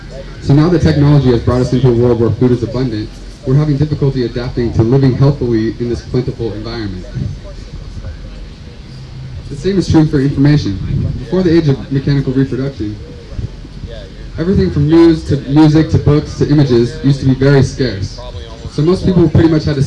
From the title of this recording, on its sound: workshop at Organic Fest 2016